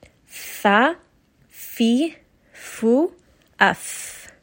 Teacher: Now for the letter fa, we are going to again use the lips, but this time we are going to use the edges of the upper two teeth, and we're going to touch that to the inside of the lower lip